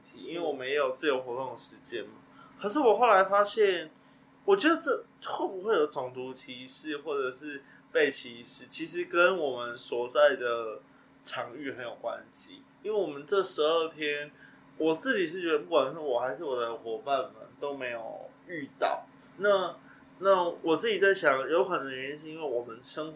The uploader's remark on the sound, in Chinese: 三個師大屁孩沒有錄音設備，還是決定亂七八糟開始錄看看試播集